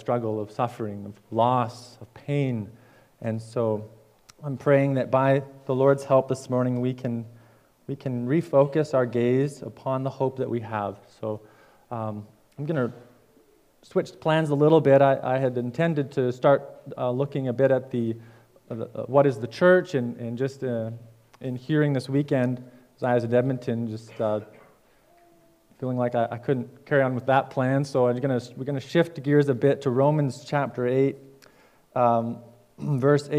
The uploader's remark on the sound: preached at Fairview Cornerstone